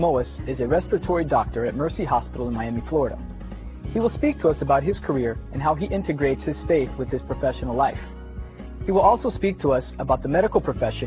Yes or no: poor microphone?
no